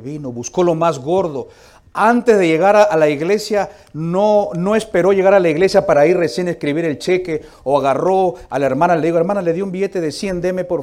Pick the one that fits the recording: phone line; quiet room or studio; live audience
live audience